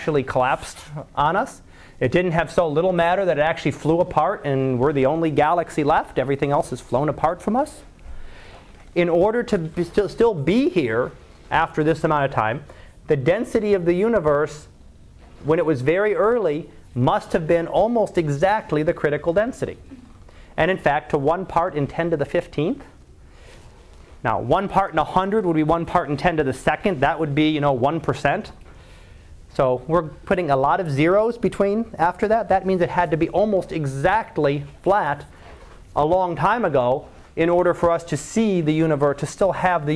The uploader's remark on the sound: Live Class Lecture